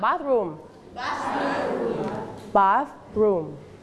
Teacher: เมื่อไหร่ก็ตามที่มันเป็น thลิ้นต้องแตะที่หลังฟันบนนะคะ · Term: th sound